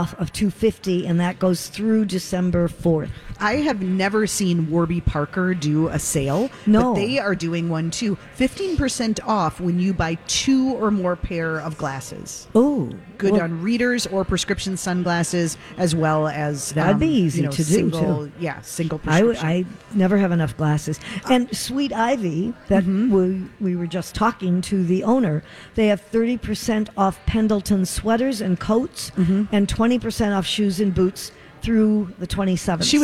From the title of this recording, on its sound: Live form the Galleria for Santa Stop #1!